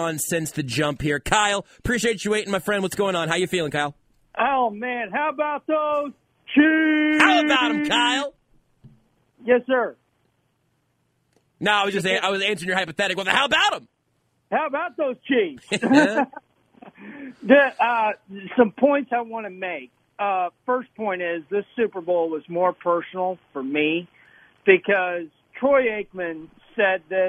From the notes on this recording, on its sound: The crew takes your calls